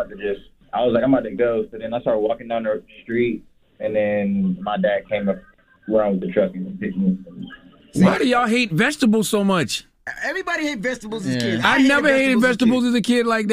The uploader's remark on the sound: they opened up the phone lines